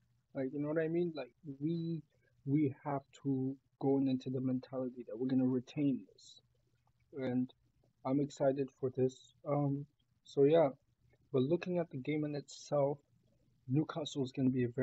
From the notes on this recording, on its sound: My bad for the weird audio.